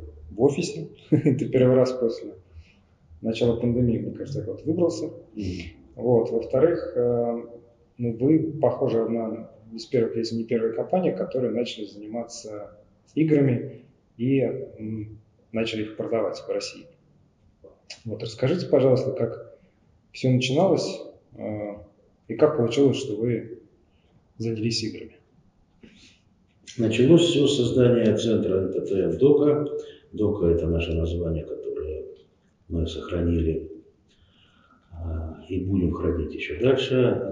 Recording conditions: poor sound quality